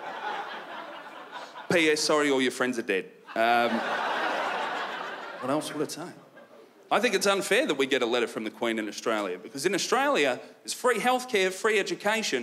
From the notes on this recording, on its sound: stand up from the Just For Laughs Festival in 2016